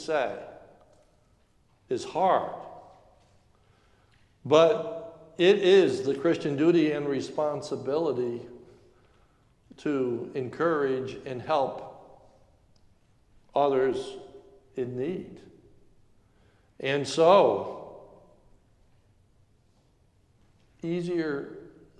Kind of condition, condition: setting, large echoing room